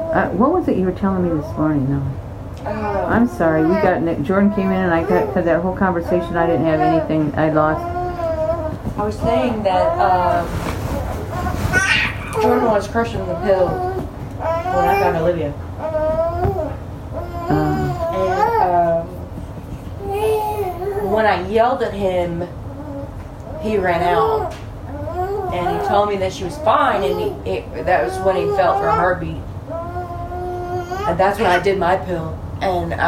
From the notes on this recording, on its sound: Comfort the baby whining in the first part of this audio.